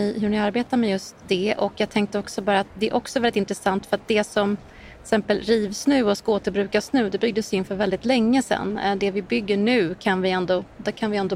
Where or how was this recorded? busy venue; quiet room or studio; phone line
busy venue